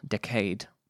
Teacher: Now, in order to get um, the word decade, which I would usually say decade, um, to rhyme with afraid, you do need to put the emphasis on the um, second syllable